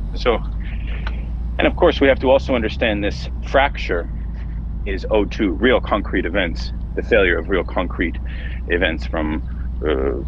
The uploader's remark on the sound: A long-distance conversation held over Whatsapp audio messages while driving, out walking or cooking dinner